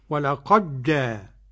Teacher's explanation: صار النطق بحرف واحد وهو الجيم · Term: إدغام الدال في الجيم